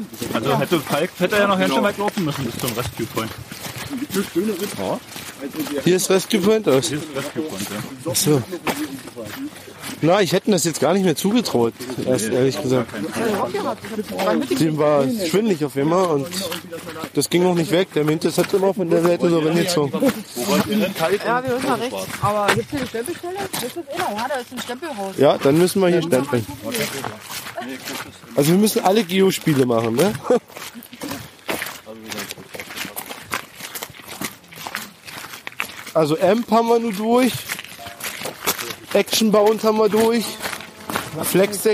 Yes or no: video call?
no